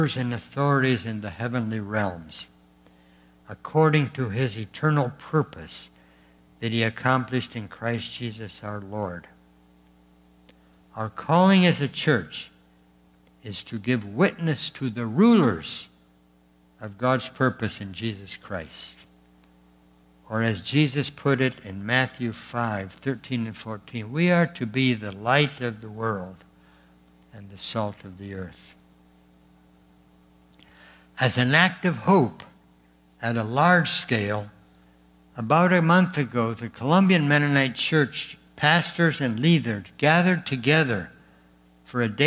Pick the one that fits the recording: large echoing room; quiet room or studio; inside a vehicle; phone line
large echoing room